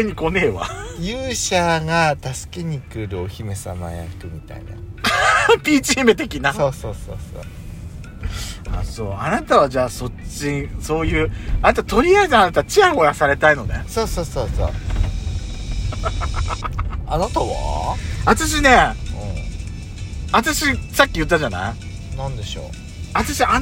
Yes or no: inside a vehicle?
yes